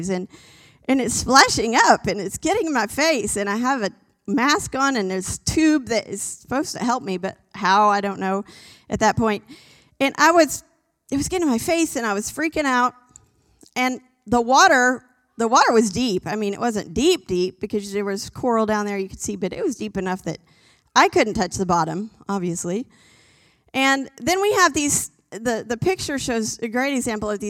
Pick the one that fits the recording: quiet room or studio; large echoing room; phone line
large echoing room